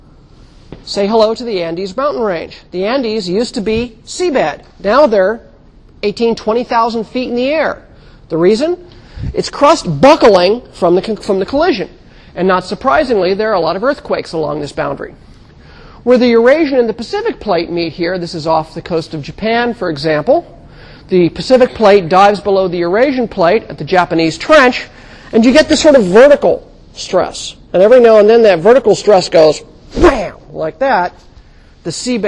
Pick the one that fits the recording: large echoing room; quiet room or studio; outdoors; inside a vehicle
large echoing room